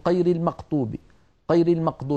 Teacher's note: يشوبون صوت الغين بشيء من القاف. فهذه عادة لهجية في الكلام العادي، يعني كل قوم على ما اعتادوه من ظواهر نطقية.